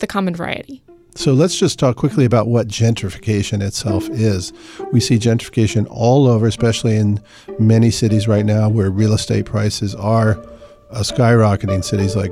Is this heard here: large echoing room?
no